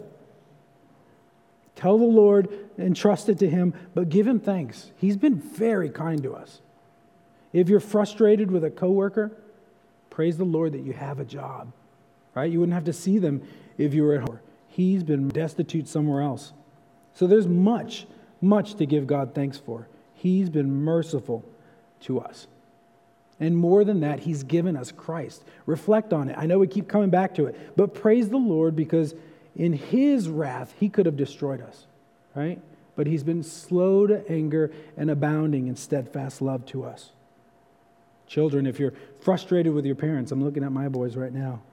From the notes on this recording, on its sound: for evening service at Arlington Baptist Church in Arlington, Virginia.